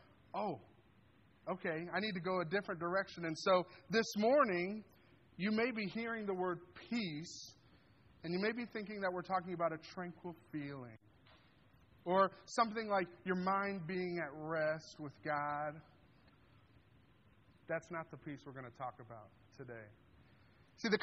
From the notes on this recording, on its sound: This sermon was delivered on December 10th, 2023 at Grace Church in Granger, Indiana.